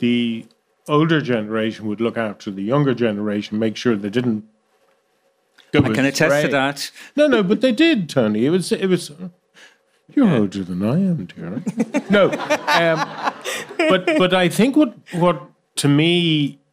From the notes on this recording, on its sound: We held a very special event with a live audience of listeners. We recorded it.